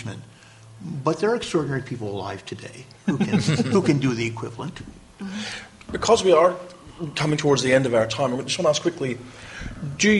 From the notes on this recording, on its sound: MidAmericon 2, the 74th World Science Fiction Convention. The episode was recorded live. In front of a terrific audience and was recorded by Kathi Overton and the MidAmericon 2 team.